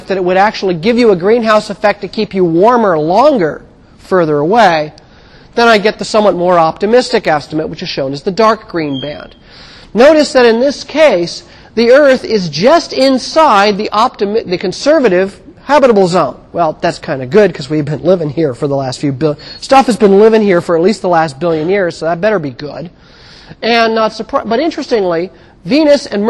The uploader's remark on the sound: Recorded on 2007 Nov 30 in 1000 McPherson Lab on the Columbus campus of The Ohio State University.